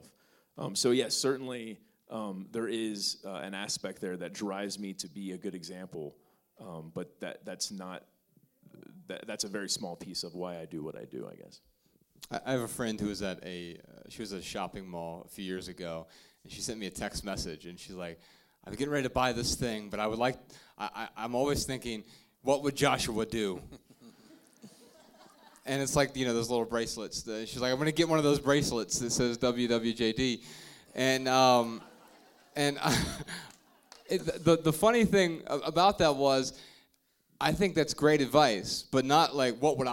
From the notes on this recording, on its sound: Answer questions in front of a sold-out crowd in Salt Lake City, Utah.